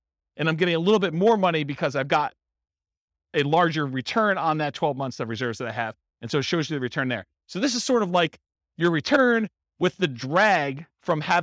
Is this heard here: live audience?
yes